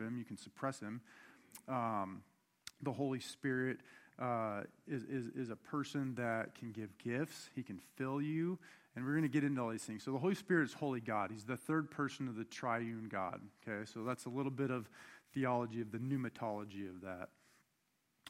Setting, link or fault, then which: setting, large echoing room